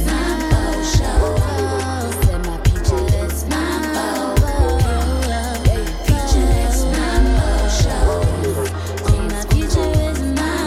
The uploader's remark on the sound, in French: En direct du Crossroads Festival